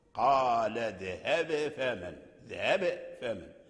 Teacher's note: لاحظت أن الباء تقلقل، قال اذهب فمن، ذهب فمن، قلقلة الباء هي التي أعطت لنا بيانا أقوى، يعني في بيان الباء من الفاء